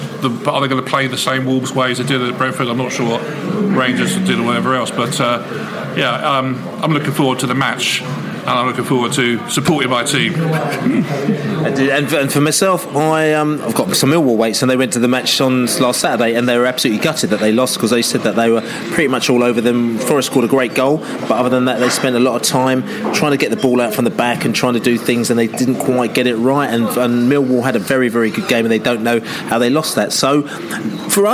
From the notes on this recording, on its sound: The Pre-Match Nottingham Forest Podcast From The Pub. The Beesotted crew met in The Olde Packhorse Pub in Chiswick High Road.